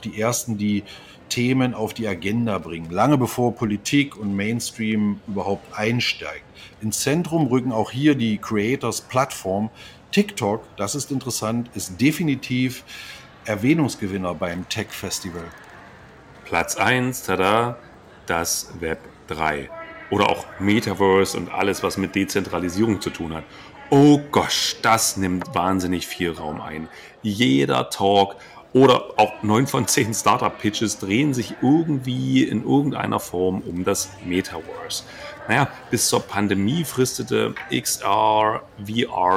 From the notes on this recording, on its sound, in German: Starten zwischen zwei Cappuccini auf dem Flughafen in Houston.